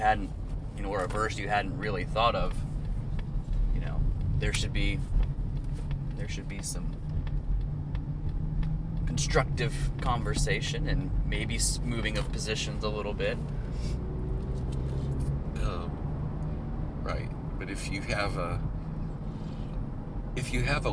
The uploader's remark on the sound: Car Chronicles. Jump in the car. They're on the way BACK to Indiana from Georgia. Ignore the road noise.